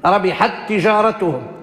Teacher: سبب الإدغام مش التجانس وإنما التماثل، تماثل في تاء ومعها تاء